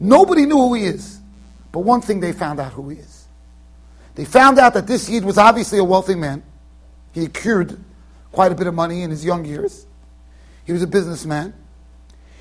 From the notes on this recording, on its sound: Shiur recorded in Yeshivas Ohr Reuven, Monsey NY.